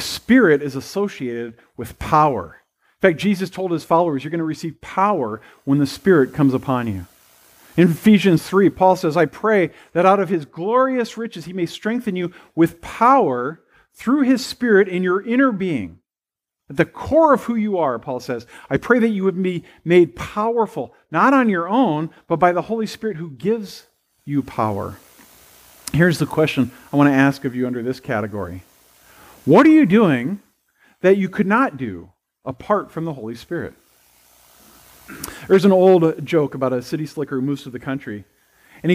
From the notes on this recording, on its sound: at First Presbyterian Pine City on Sunday, August 14, 2022.